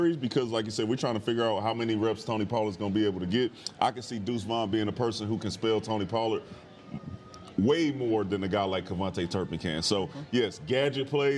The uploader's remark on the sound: live from Dallas Cowboys training camp, in Oxnard CA